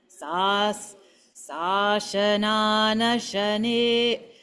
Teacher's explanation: Yeah, the whole thing goes low.